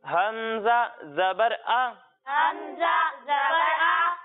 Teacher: حمزہ کی ادائیگی بھی ہم حلق کے نچلے حصے سے کریں گے